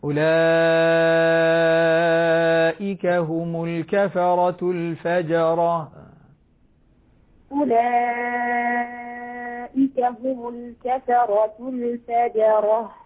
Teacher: اضبطي المد المتصل والمنفصل كلاهما عند ورش ست حركات لا أقل ولا أكثر · Term: المد المشبع